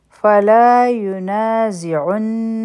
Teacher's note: ناسکوهو کو حرفی مد دی دوه حرکا به راکاږو فلا ینازعنک نون مشدد دی غنه به کو